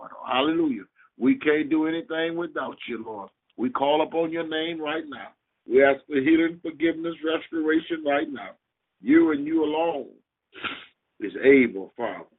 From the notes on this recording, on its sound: Conference Call.